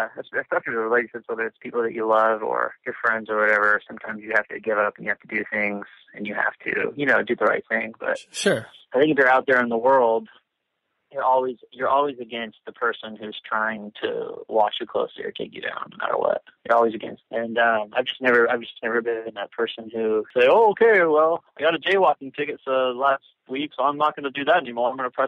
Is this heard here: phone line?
yes